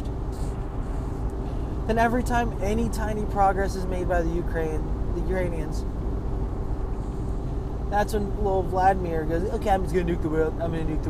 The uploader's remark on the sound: I scream from my car.